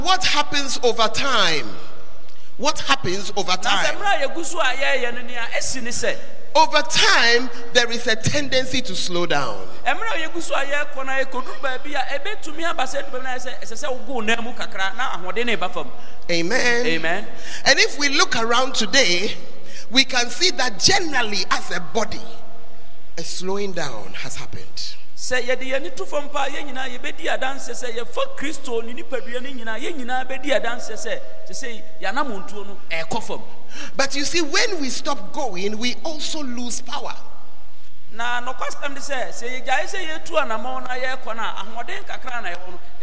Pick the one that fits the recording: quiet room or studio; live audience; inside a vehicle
live audience